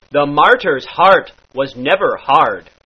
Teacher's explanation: in the country dialect, the R sound is very hard. It is almost piratical in its sound.